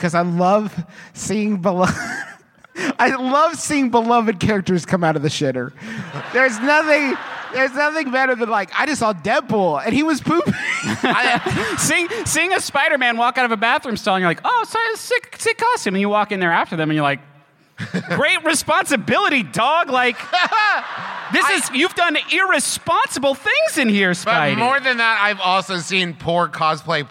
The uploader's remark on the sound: Live from Podcon 2, it’s half an episode of MBMBaM!